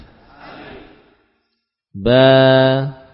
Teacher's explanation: dibaca tanpa ada bunyi hamzah